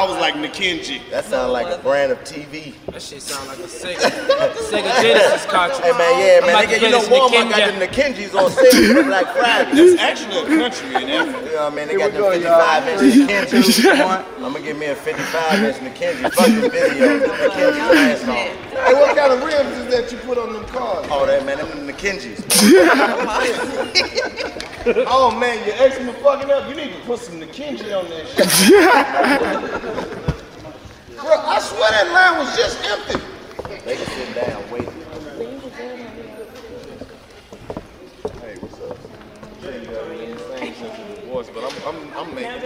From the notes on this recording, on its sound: It's live improv comedy with the coldest live band in the game recorded live at the Modell Lyric theater in Baltimore.